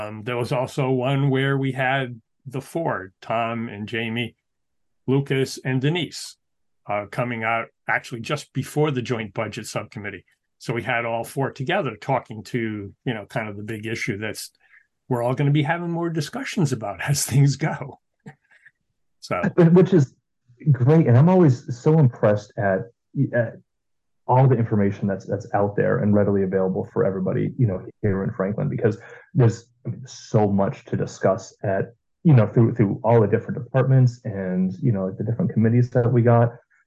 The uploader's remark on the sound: We had our conversation via Zoom